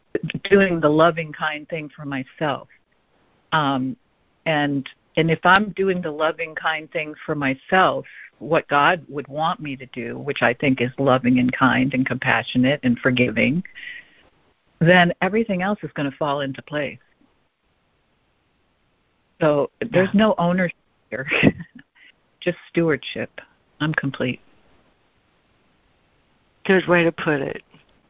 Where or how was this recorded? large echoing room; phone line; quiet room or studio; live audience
phone line